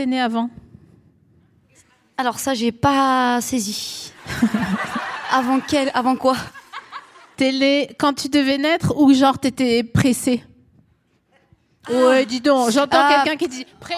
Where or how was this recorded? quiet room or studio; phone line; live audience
live audience